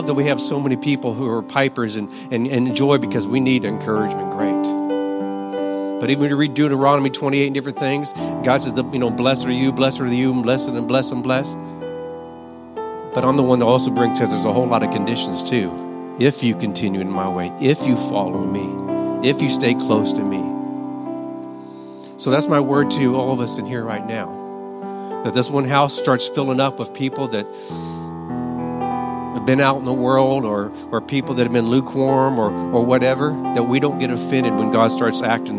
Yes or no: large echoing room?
yes